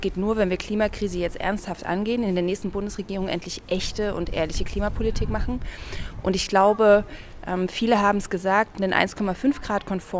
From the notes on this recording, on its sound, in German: Eine Zusatzfolge live vom Klimastreik. Wenn 15.000 Menschen allein in Leipzig auf die Straße gehen, um ihr Recht auf eine lebenswerte Zukunft einzufordern, mischen wir uns mitten drunter und sprechen mit Menschen.